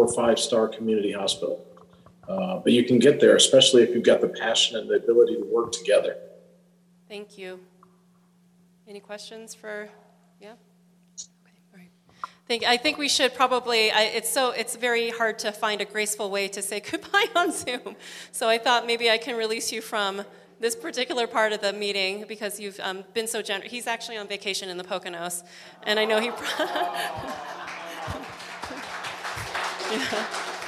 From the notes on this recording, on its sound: Recorded at Angela's Cafe in downtown Gallup